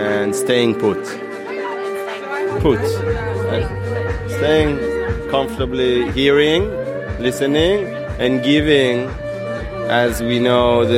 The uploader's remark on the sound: The LIVE recordings from The Summer of Love festival.